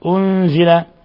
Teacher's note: أنزل نون ساكنة جاء بعدها الزاي حكم التجويد إخفاء حقيقي